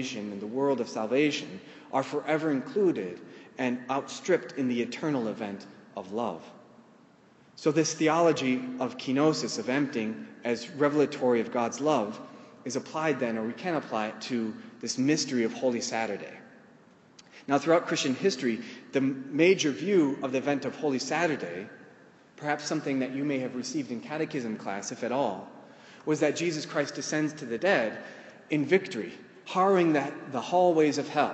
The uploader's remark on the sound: In the course of the talk, I lead the audience